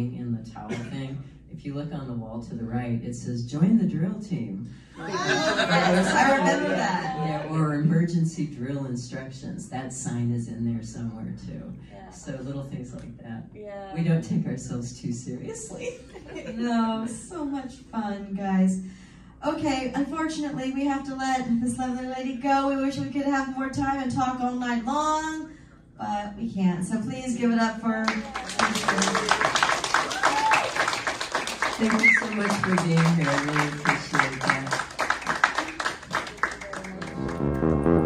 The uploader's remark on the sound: panel recorded at Days of the Dead Chicago on May 15, 2022